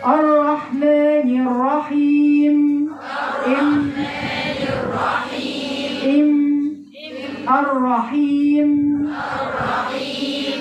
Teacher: شوفوا مخرج الميم اطباق الشفتين